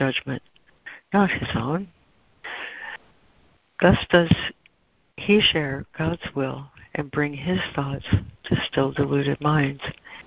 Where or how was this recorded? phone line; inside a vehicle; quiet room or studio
phone line